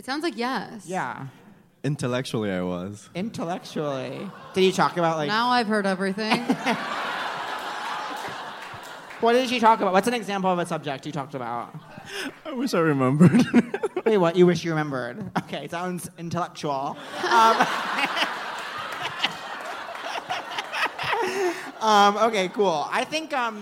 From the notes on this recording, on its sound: live on stage at The Bell House